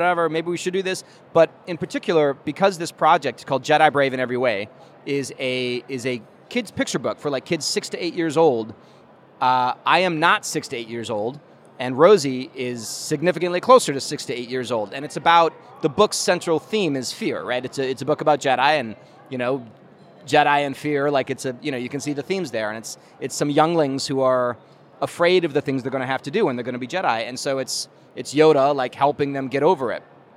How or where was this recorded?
busy venue